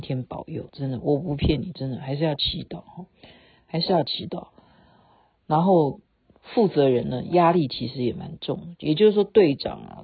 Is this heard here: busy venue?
no